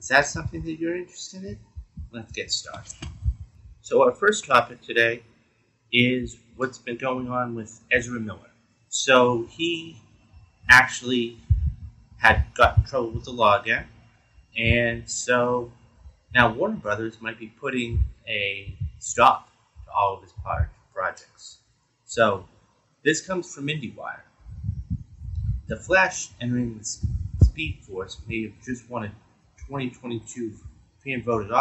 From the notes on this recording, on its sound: Audio is a little choppy sorry.